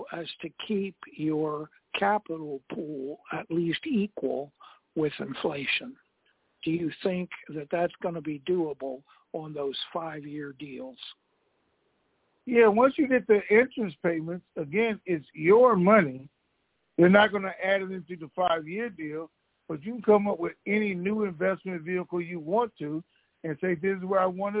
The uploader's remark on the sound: TNTSuperfantastic Conference Call